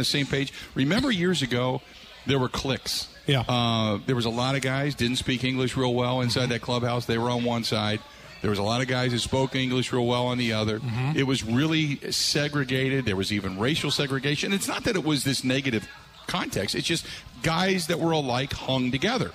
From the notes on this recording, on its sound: live at Steny's